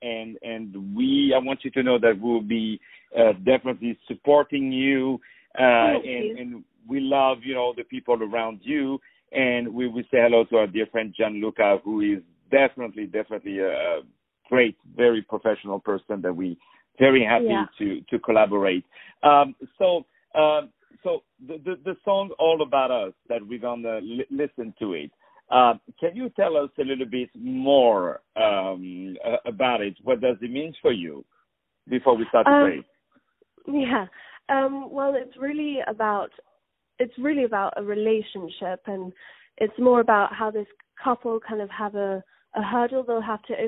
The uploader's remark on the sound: On the phone